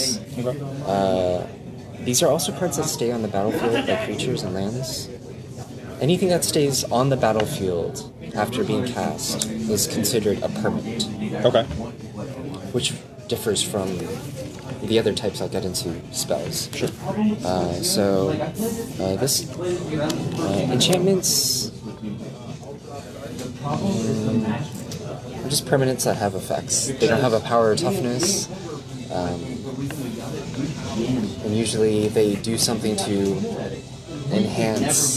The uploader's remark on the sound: Live at Doc's Comics and Games